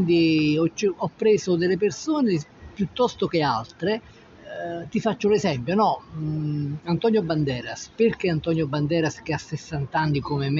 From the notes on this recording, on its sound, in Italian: Puntata speciale di Io Scrivo Self in diretta dal caffè 089 di Salerno.